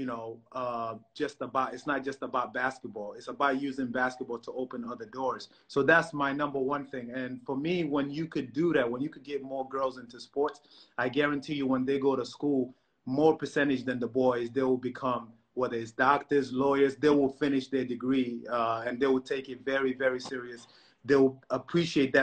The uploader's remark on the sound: Whilst the world is locked down during the coronavirus pandemic.